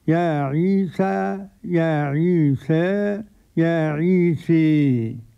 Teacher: إذ قال الله يا عيسى، عيسى على وزن فعل، قرأه ورش بالتقليل والفتح، عيسى عيسى، وقرأ أبو عمرو بالتقليل قولا واحدا، وقرأ حمزة والكسائي وخلف العاشر من الإمالة الكبرى، يعني فيها الفتح والتقليل والإمالة